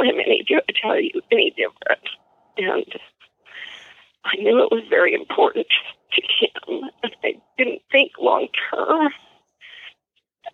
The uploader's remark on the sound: Phone Call With Mom. Phone call with his mother.